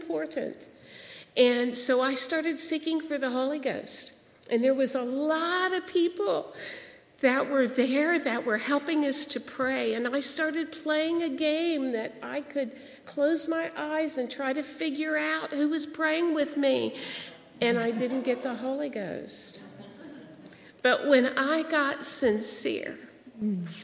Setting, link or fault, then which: setting, large echoing room